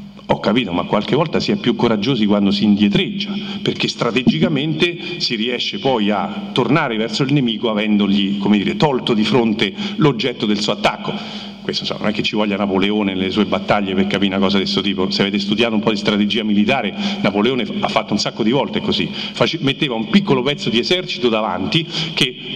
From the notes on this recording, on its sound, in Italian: Direttamente dal festival della filosofia di Firenze